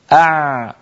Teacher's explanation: كذلك الأمر لو قلنا أع، جربوا هكذا حرف العين أع، تجدون بأن الصوت لم ينقطع ولكنه في الوقت نفسه لا يجري جريانا بينا · Term: الحروف البينية